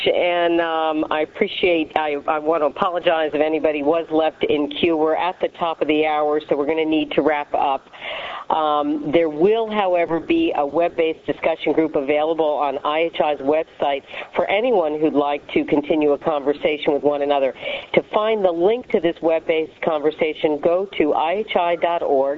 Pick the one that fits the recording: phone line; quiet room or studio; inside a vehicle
phone line